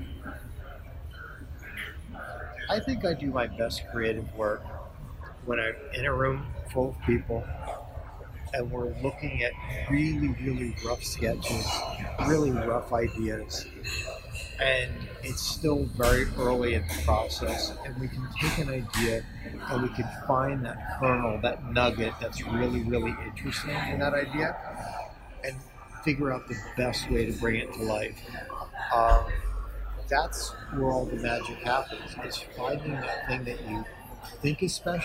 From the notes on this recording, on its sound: At the 2019 Cannes Lions International Festival of Creativity.